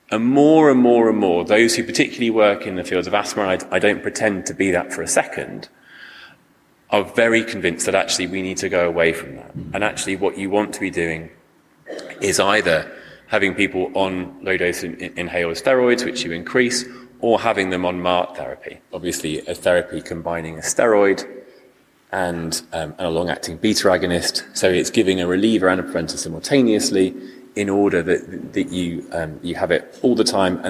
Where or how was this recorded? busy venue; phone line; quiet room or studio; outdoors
busy venue